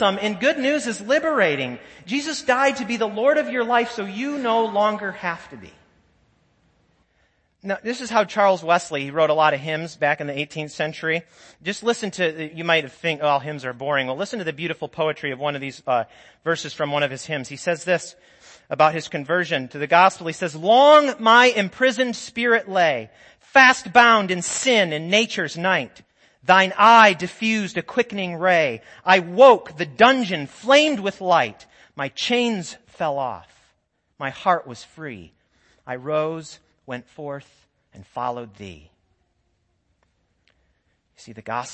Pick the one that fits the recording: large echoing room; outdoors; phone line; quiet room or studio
large echoing room